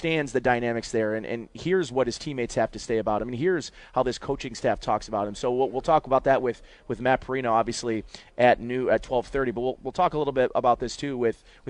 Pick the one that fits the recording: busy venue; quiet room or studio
busy venue